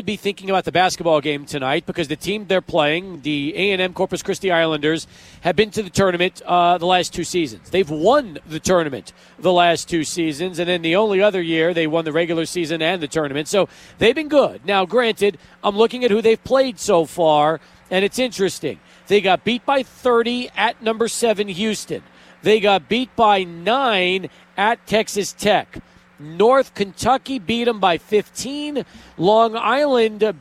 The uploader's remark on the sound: Live at The District Pub & Kitchen.